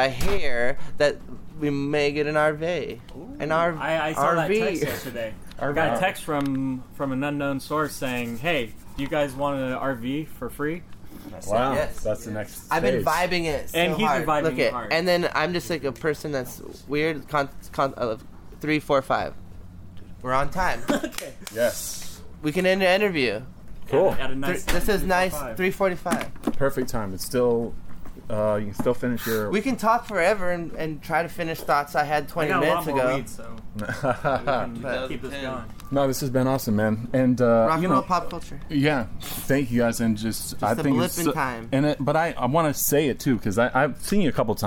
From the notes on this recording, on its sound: We recorded this at their awesome, brick and mortar store in Fullerton, California. Everyone was stoned and happy.